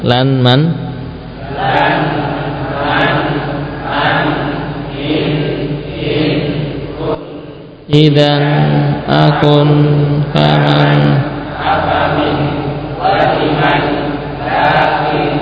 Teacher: Karena memang itulah haknya huruf nun kita beri gunnah